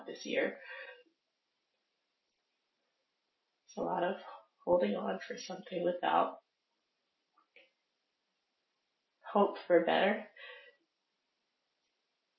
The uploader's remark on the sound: audio issue